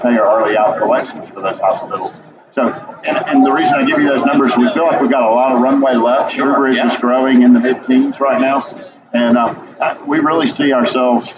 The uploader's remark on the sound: at The HIMSS18 Conference